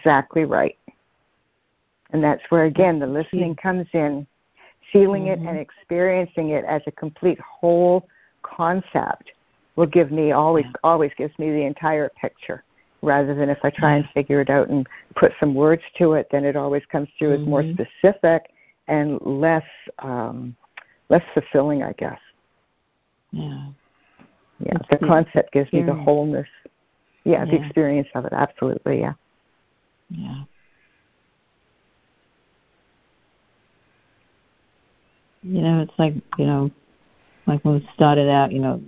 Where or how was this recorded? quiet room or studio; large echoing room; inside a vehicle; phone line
phone line